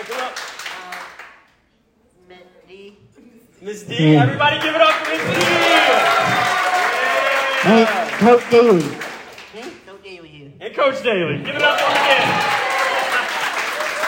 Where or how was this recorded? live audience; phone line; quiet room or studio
live audience